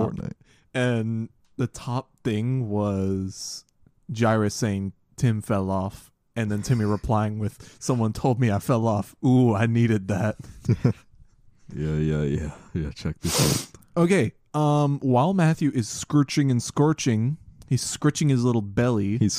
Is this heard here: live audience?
no